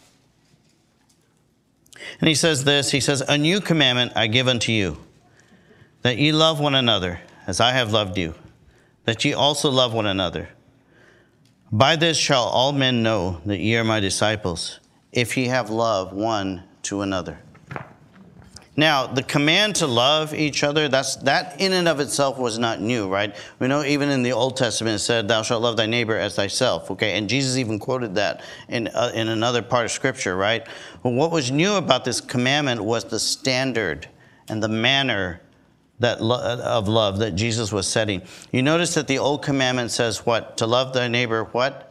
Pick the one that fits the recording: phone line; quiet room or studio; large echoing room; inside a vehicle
large echoing room